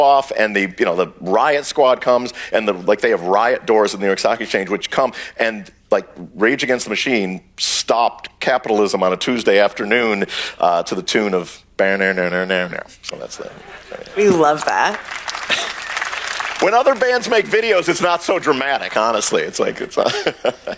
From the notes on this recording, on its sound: Recorded March 2, 2023 at the Upfront Summit.